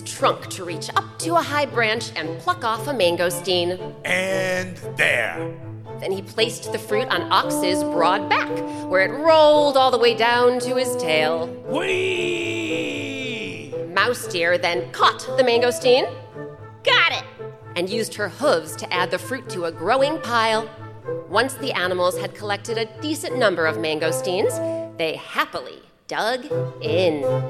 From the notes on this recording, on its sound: Recorded live